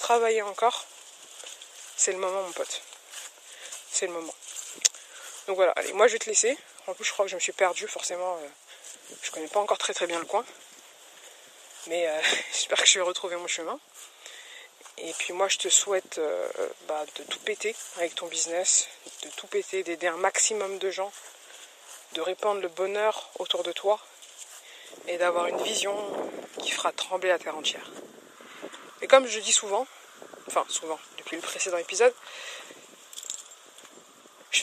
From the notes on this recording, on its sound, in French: C'est l'histoire d'un podcast trop stylé au son tout pourri. J'ai enregistré ce podcast, complètement à l'impro lors d'une balade avec mon chien et le son est presque (complètement) pourri.